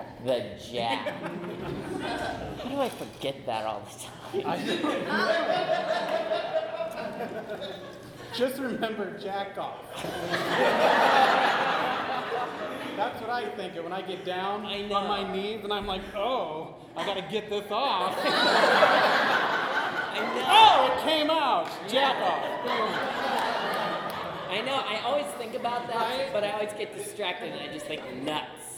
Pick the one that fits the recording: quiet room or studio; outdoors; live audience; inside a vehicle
live audience